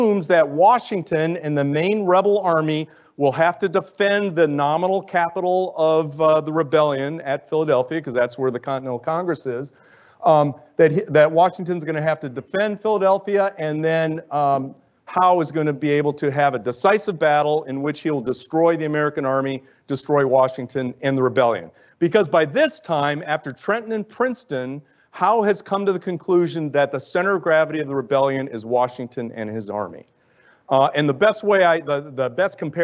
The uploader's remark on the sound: Lecture at the USAHEC